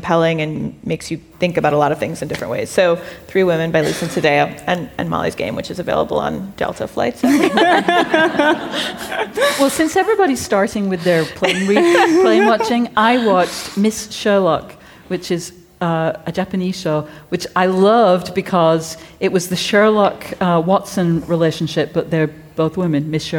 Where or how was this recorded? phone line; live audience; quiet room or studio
live audience